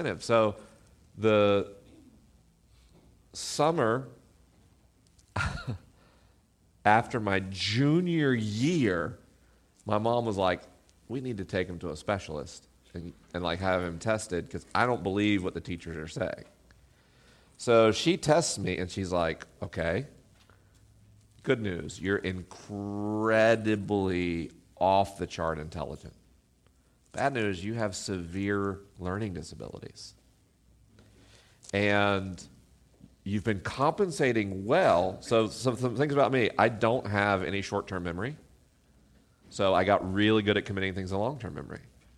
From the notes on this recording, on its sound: LIVE in Portland, OR. This week is a live episode.